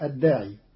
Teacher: قرأ قالون كلمة الداعي بإثبات ياء زائدة وصلا في قوله تعالى الداعي، فتصير مهطعين إلى الداعي يقول الكافرون على الأصل.